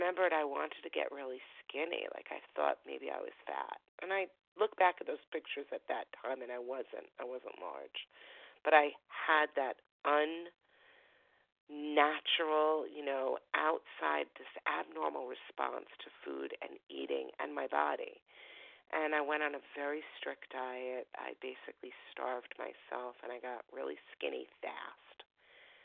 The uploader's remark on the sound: Phone Meeting